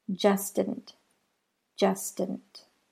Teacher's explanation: The ST and the D are near each other in the mouth, so they flow into each other, eliminating the sound of the T and combining just and didn't.